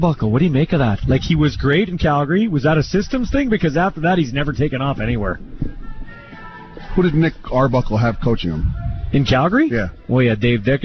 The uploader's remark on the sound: LIVE in Saskatoon for #Riders Training Camp.